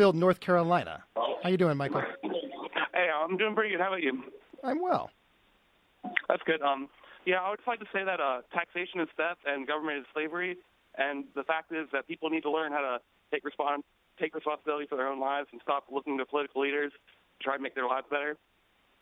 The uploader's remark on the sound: we invite listeners from all over to call